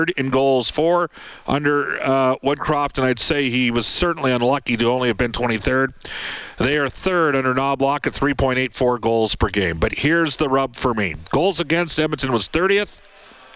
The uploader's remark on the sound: kicks off the show from Clare Drake Arena